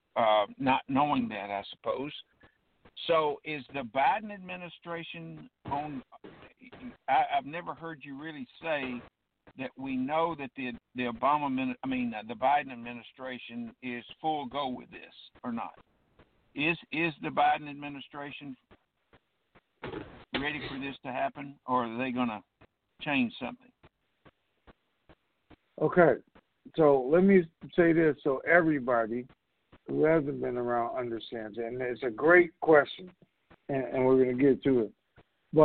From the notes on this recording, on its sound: TNTSuperfantastic Conference Call